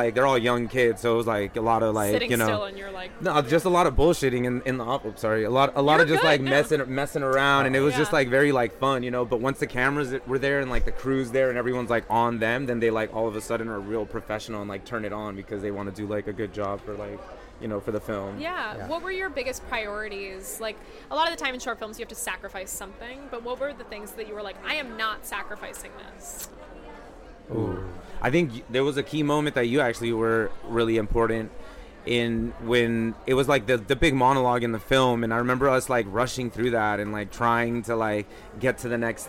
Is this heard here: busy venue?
yes